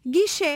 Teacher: a pronúncia correta em português é com E aberto